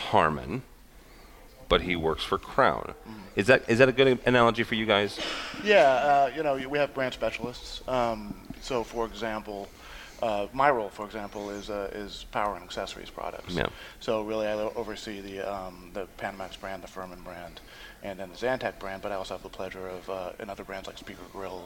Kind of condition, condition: setting, busy venue